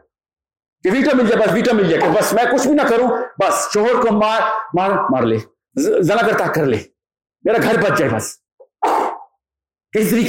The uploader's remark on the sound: Rawalpindi Meetup hosted by Xtreme Commerce. The audience as always was amazing and fully charged.